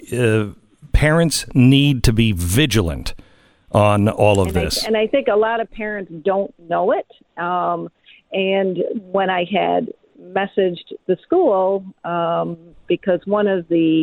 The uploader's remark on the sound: Opens up the phone lines to hear from listeners about what they’re seeing in their own lives.